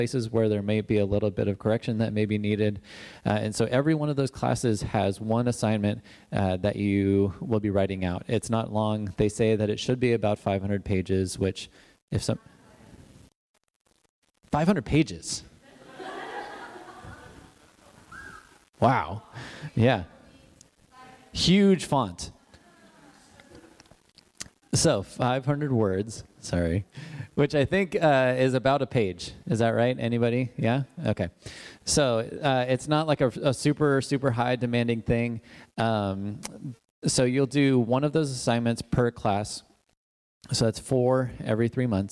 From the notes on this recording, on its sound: Audio from the Porterbrook Info Night. We did our best to remember to repeat the questions for the recording, but sorry we missed a couple!